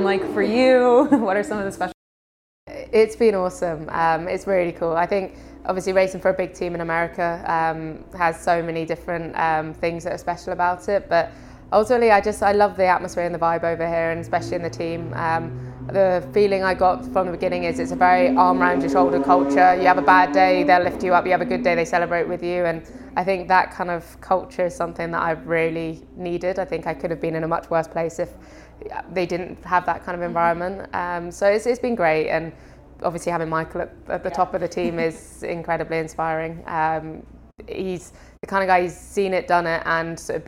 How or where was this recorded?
busy venue